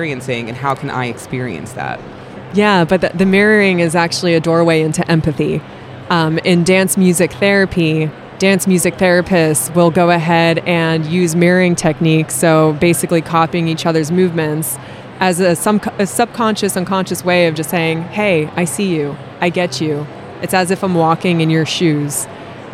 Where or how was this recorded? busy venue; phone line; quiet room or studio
busy venue